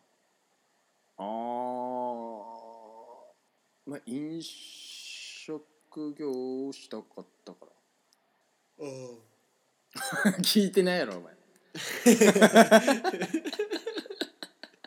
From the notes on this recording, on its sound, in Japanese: リモート収録のため音声のズレ、音量が小さいなど聞きずらいところございます。